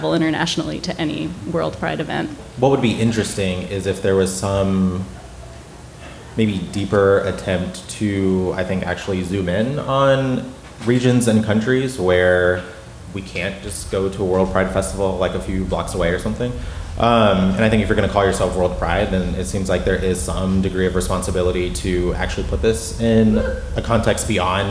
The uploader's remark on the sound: Hosted a live show in New York City’s Joe’s Pub.